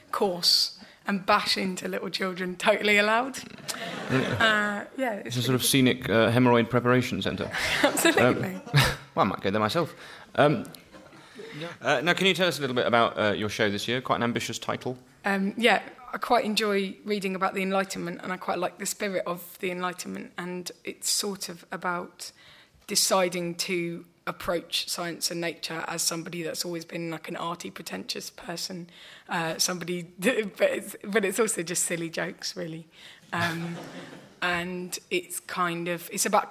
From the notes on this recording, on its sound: Edinburgh festival podcast: The Guardian Live at the Gilded Balloon. Live on stage for some standup.